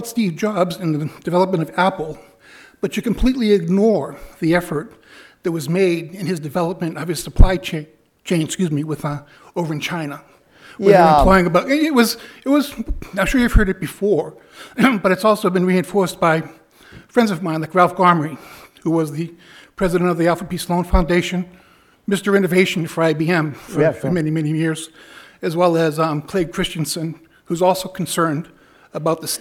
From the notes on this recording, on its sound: keynote address from the 2016 Goldsmith Awards in Political Journalism ceremony